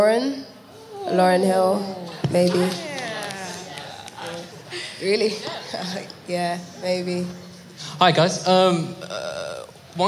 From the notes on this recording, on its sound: A live recording from Top Boy Live, a day of talks and workshops supporting the next generation of British talent in film, TV, music and beyond.